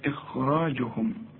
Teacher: طبعا الهمزة هنا مرققة والخاء ثالث درجة من درجات التفخيم